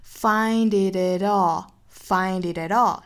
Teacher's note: 这个时候的 T 的发音在美音里基本上都是会发成 flapT，所以我们读的时候一定要注意这个弹的这个状态， find it atall， find it atall，哒哒哒，有一点这个哒哒哒哒哒哒这样的感觉， find it atall， find